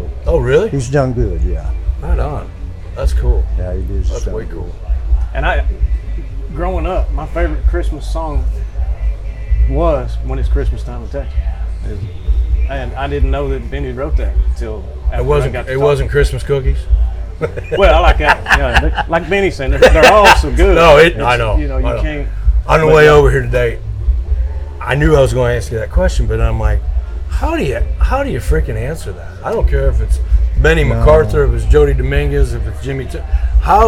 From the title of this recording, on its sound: LIVE AT THE BROKEN SPOKE SALOON